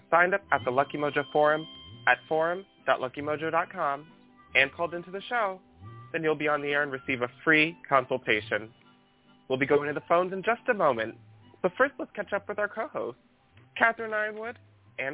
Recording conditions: phone line